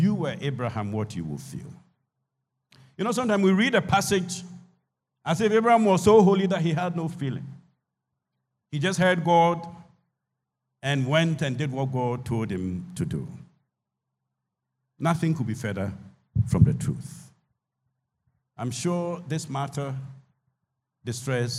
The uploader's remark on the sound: Sermon preached at CBC Shiashie Campus